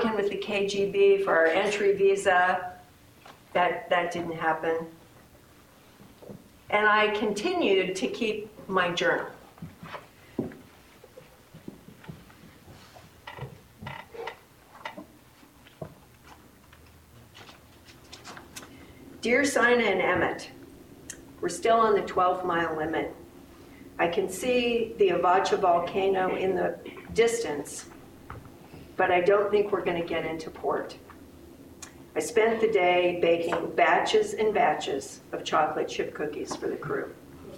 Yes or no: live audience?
yes